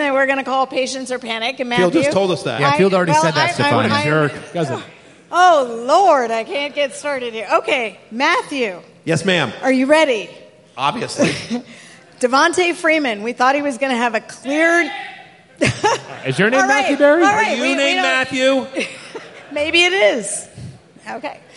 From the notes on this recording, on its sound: Live from Rams Head Live in Baltimore, MD